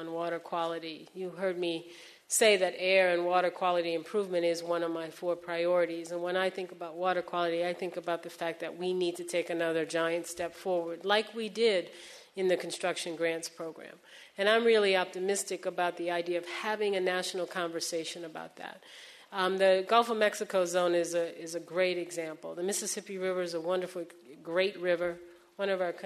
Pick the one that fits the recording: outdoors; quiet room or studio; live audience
live audience